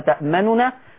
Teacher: وفي وجه آخر اللي هو الاختلاس، هضطر بقى أفك النون المشددة اللي قدامكم دي، تبقى اثنين نون، النون الاولى مضمومه والثانيه مفتوحه تبقى تأمننا، فهختلف ضمه النون الاولى تأمننا.